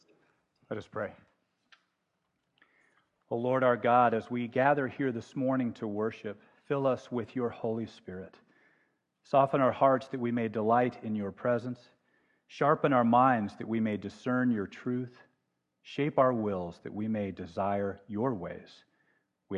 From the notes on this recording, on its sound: Walking in The Light is a podcast of the Sunday morning worship service at Laguna Presbyterian Church.